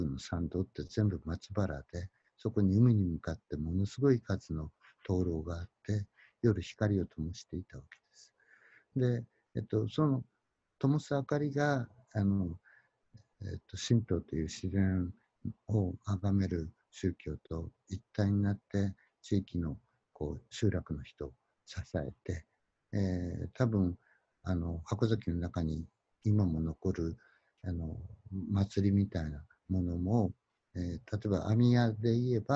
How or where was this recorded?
video call